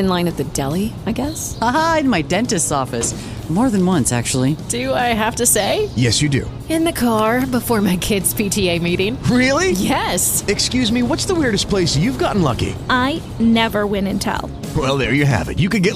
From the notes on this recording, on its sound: live from the Holy Grail at the Banks